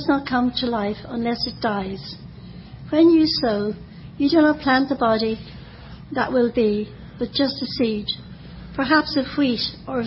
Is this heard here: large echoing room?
yes